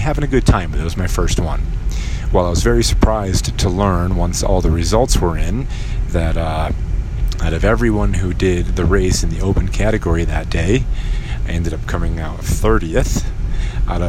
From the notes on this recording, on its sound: While I drive around town.